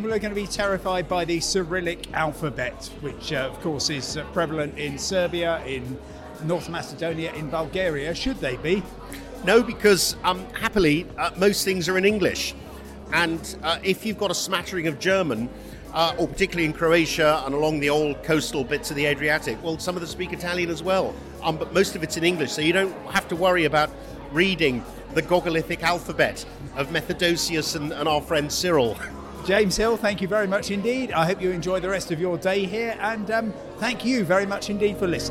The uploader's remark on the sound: I'm at the New Deal Europe conference in central London